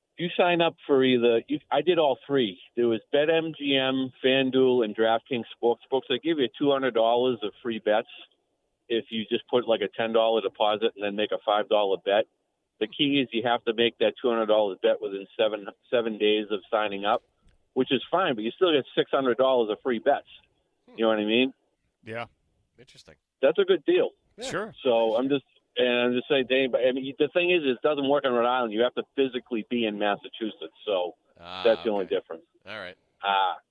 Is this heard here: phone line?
yes